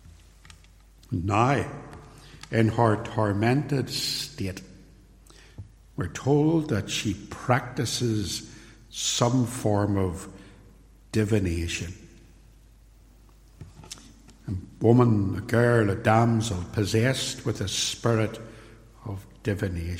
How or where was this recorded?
large echoing room